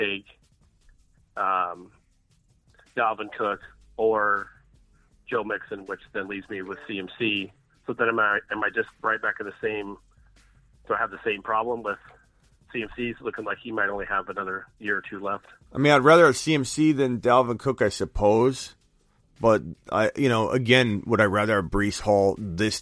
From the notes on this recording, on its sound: takes phone calls